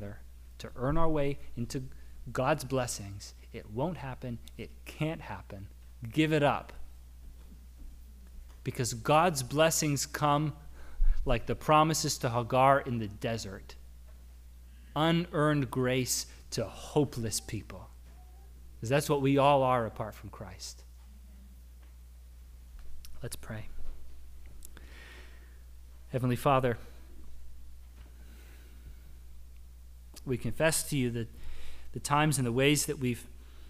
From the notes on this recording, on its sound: Audio from our service on September 11, 2022